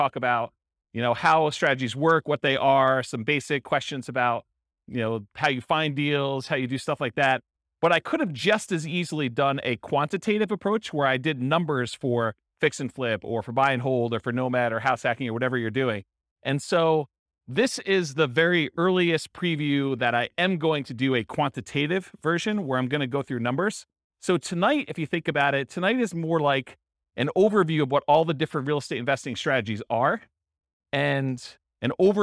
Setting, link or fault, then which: setting, live audience